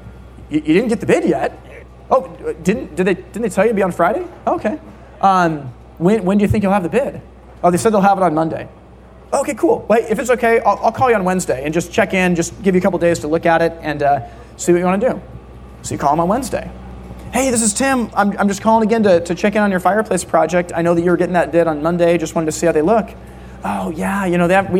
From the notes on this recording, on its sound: NE Distribution Keynote. A keynote address that he gave in the summer of 2023 in New Hampshire.